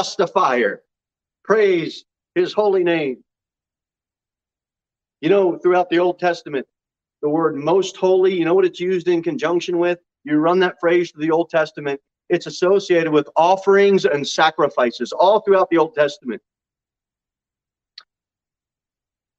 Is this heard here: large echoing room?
yes